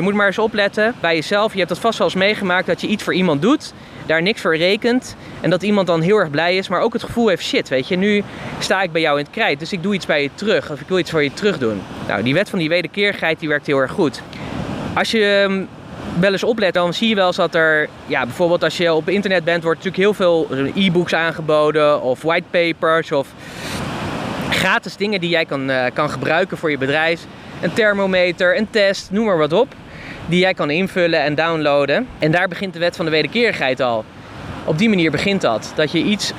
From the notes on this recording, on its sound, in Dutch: De podcast is opgenomen op het strand in Florida.